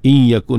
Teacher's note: idgham tu berlaku secara naqis. Makna tidak sempurna. Karena bunyi gunnah itu masih kekal.